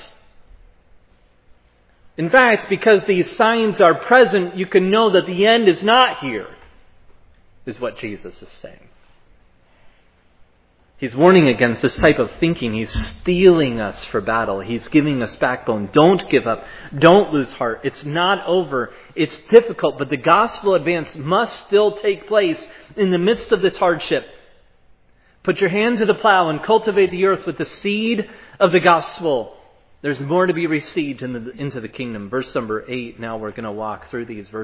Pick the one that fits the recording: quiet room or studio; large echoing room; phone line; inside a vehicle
large echoing room